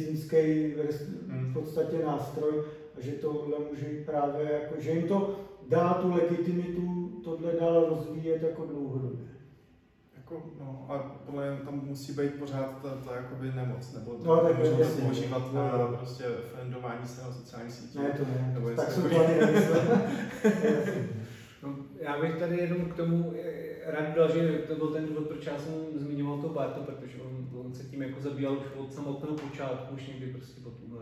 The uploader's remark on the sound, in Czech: Omluvte prosím špatnou audiovizuální kvalitu, zradil nás nový třetí mikrofon i stativ.